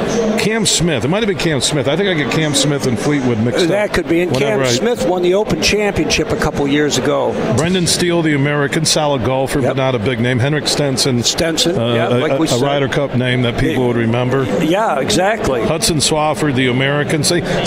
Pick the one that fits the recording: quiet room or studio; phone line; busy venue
busy venue